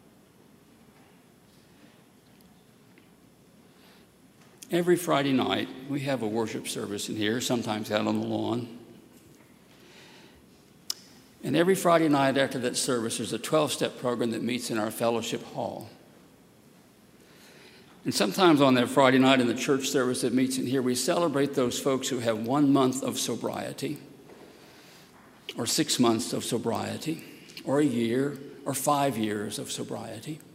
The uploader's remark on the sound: at Highland Baptist Church, Louisville, Kentucky